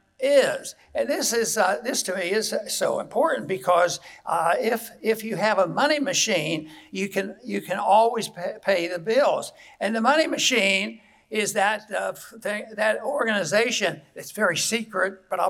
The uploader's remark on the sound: keynote speech at the Ron Paul Institute's 2023 Houston Conference